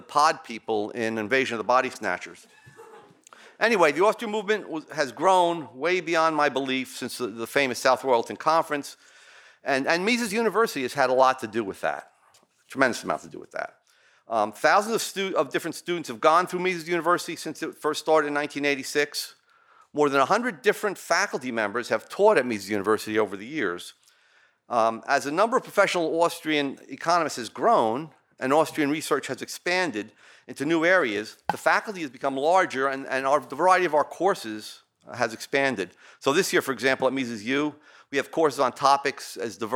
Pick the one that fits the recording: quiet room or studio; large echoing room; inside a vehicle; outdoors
large echoing room